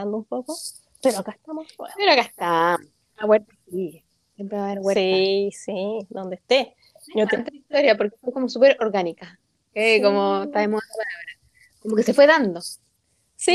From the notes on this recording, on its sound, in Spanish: Bueno, espontáneo pero con algunos problemas de audio.